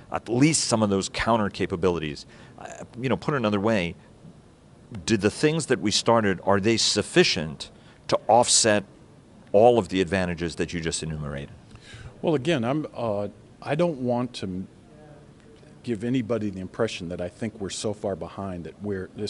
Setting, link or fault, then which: setting, busy venue